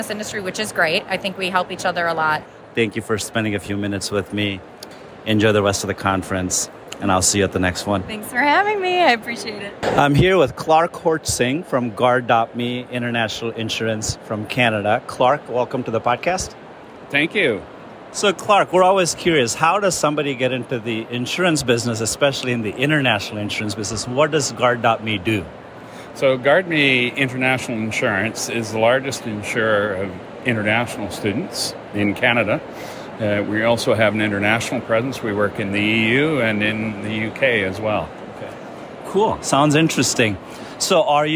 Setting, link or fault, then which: setting, busy venue